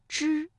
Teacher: 舌尖是上翘的，是抵住了硬腭前部 · Term: 卷舌音